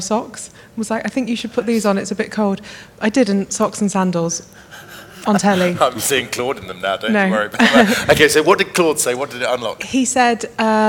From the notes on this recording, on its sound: Speaking on the second day Elite Business’ live event on March 10